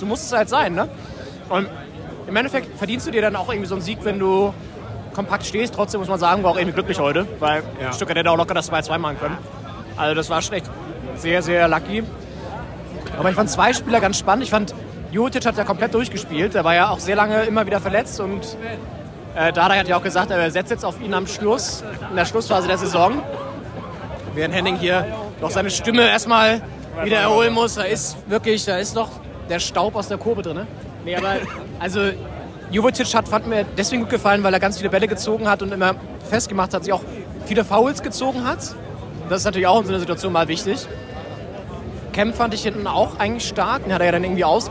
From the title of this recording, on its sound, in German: Live-Reportage aus dem Berliner Olympiastadion